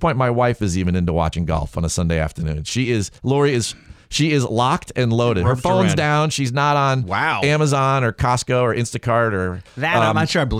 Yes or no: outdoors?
no